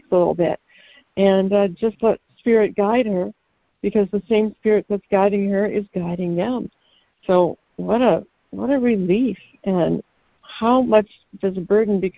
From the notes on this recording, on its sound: ACIM Daily Conference Call